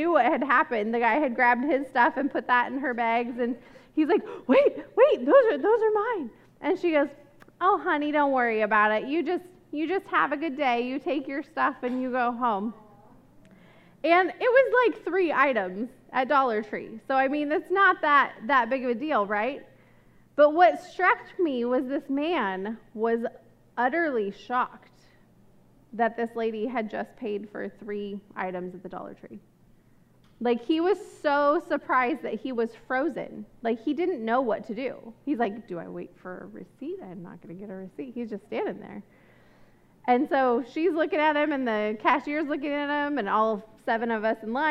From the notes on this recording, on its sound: This message was recorded at a Sunday service.